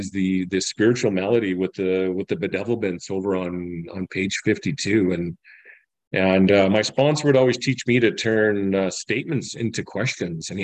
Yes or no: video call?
yes